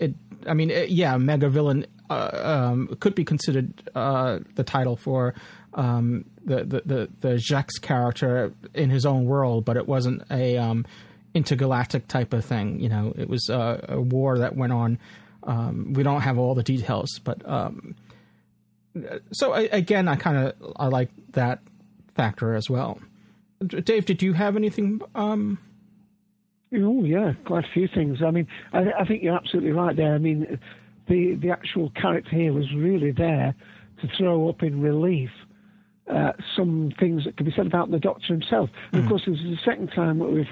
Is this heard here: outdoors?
no